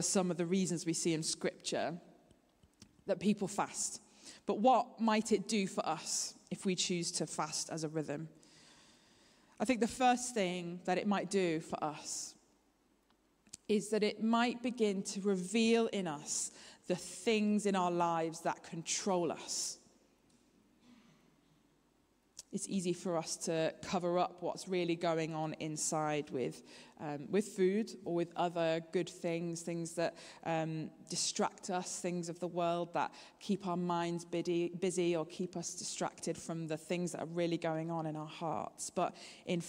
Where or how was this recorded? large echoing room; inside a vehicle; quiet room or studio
large echoing room